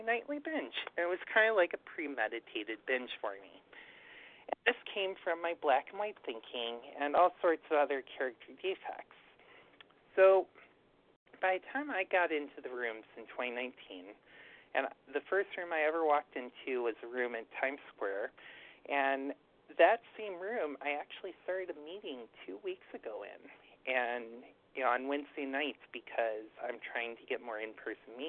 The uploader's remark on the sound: 100 Pounders Phone Meeting, 7/21/23